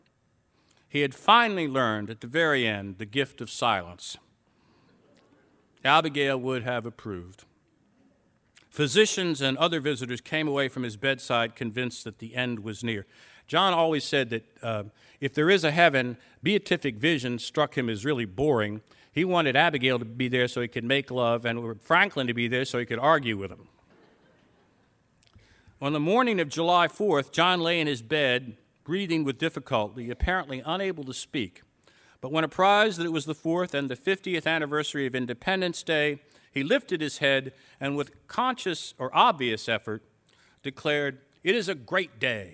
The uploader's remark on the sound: recorded live at The Music Hall in Portsmouth, NH in 2010